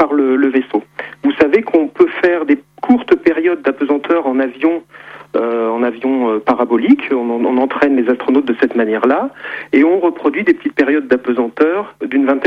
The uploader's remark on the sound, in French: par téléphone